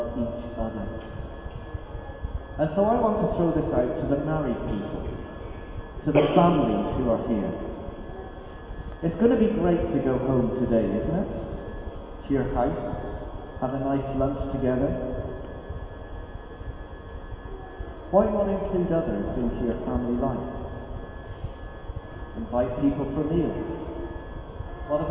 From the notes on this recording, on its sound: NOTE: AUDIO IN THIS WEEKS RECORDING IS OF POOR QUALITY.